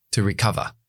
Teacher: Es una schwa y conectada a recover, es la primera sílaba, pero sin acentuar. To recover, lo se acentúa, cover.